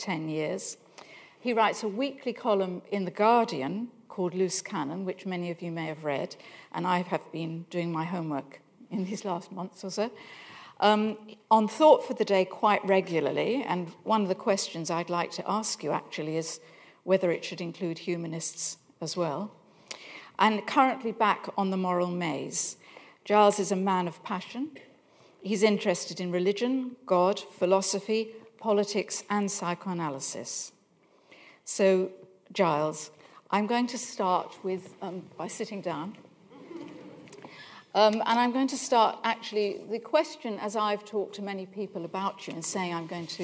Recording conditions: large echoing room